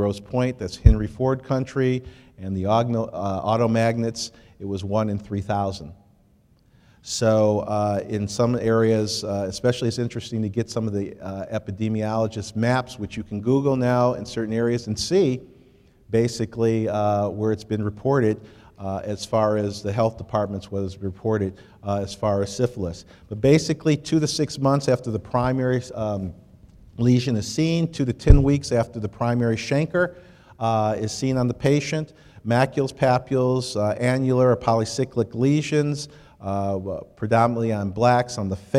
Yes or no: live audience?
yes